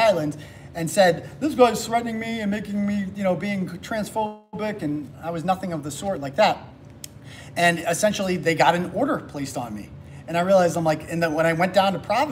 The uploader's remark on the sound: Speech at Taunton Republican City Committee Meeting